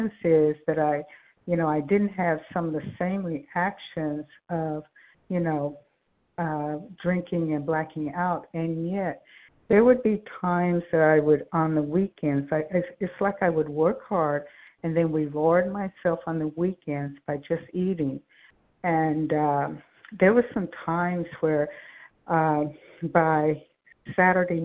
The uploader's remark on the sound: 100 Pounders Phone Meeting